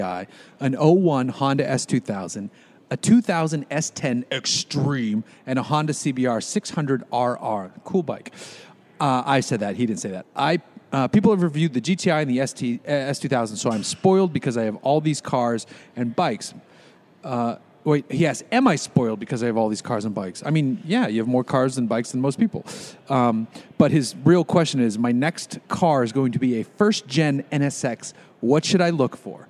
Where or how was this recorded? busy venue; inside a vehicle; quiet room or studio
busy venue